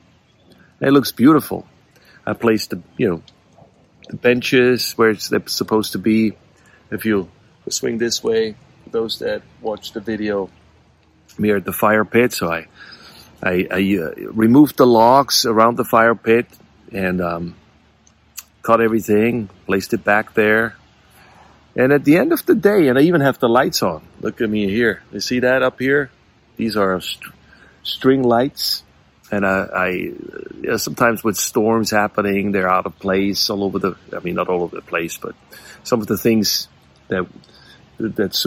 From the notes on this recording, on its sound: To prove that rain won’t stop me, I had to record this while I was around the fire pit in my rocking chair, with one of my cats on my lap, a pipe in one hand and a beer in the other.